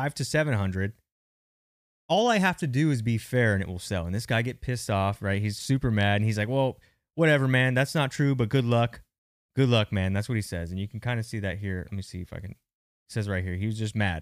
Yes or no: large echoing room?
no